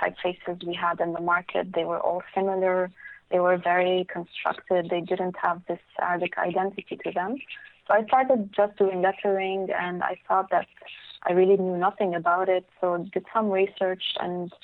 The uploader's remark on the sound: I was joined on the phone by one of the few type designers for Arabic alphabet.